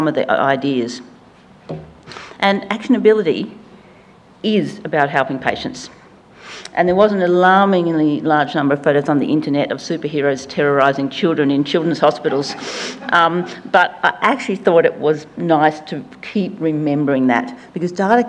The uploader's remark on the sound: Melbourne. In this Policy Pitch event, a panel of experts discussed how to improve the soundness, relevance, accessibility and understanding of health data.